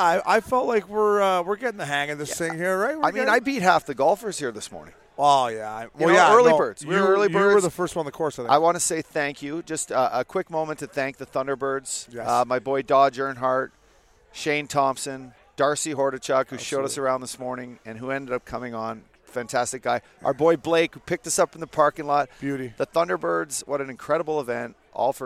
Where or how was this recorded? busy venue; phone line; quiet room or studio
busy venue